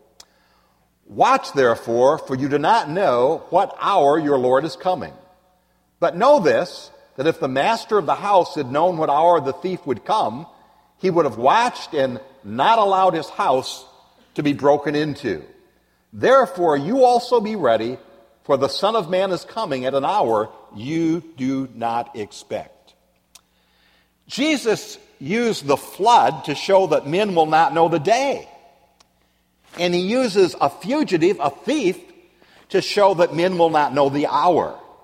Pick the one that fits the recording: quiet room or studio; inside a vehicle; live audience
live audience